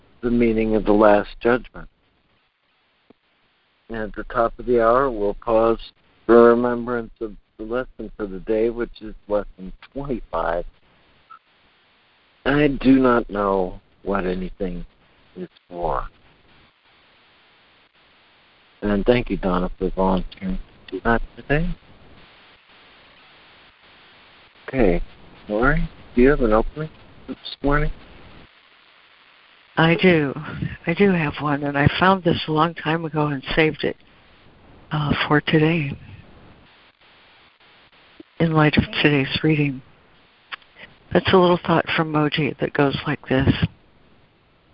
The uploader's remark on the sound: ACIM Daily Conference Call